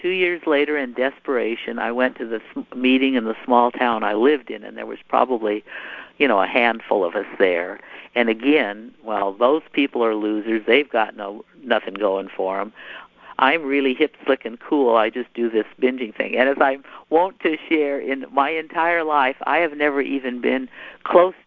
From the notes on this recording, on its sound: Sunday 7pm phone meeting. Sunday 7pm Anorexia & Bulimia phone meeting.